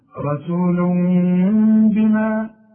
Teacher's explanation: يبقى هنا إقلاب مع إخفاء مع الغنة